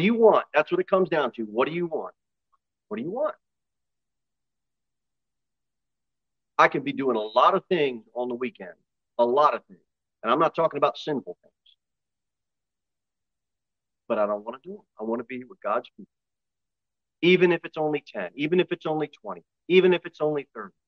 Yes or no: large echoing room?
yes